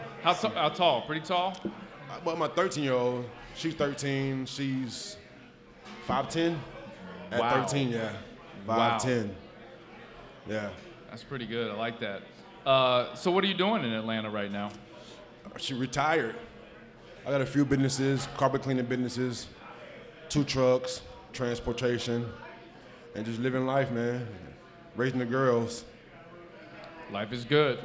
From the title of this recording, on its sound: LIVE at Mio's